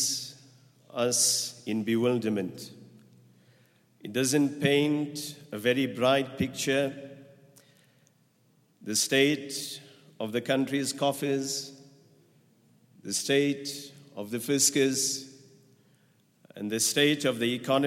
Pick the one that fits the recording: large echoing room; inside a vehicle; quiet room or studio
large echoing room